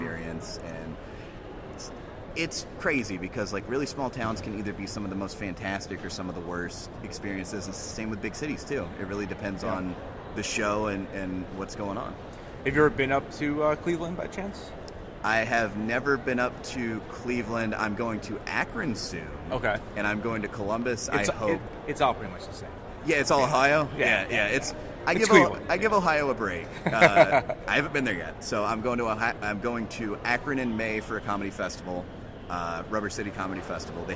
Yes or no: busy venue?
yes